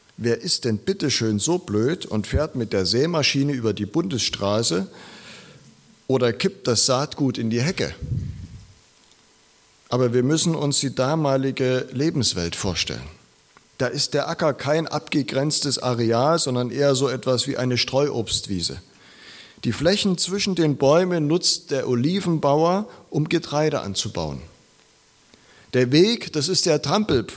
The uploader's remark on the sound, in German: Predigt aus der LKG Rostock